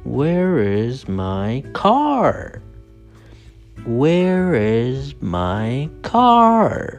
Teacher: Like when you say, where's my car? At first, you're up and you go down a little bit and then go back up and down. · Term: staircase intonation